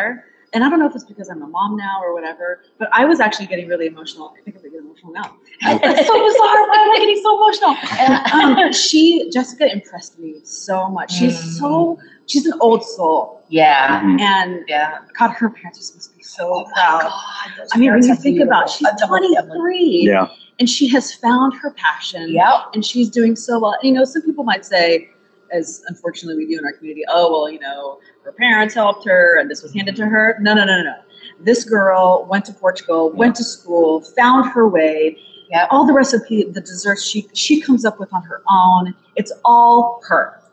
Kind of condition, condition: setting, busy venue